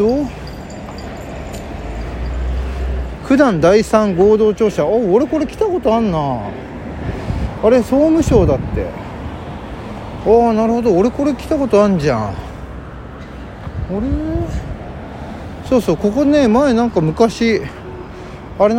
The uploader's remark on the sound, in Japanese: 今日のロケトークは天気のいい神田から九段下までの道中。神田から九段下までの道中を収録しております。歩きながらが楽しい季節になりましたね。